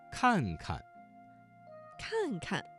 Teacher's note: 这个词当中第二个看字读成了轻声